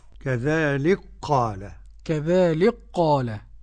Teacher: قرأ السوسي بإدغام الكاف في القاف